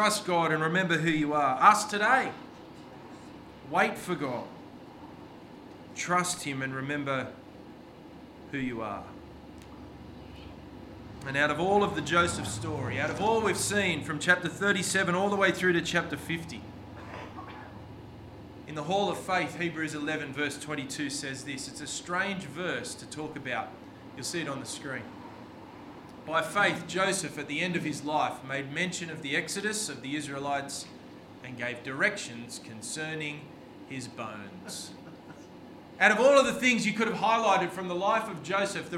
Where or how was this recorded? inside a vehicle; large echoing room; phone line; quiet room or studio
large echoing room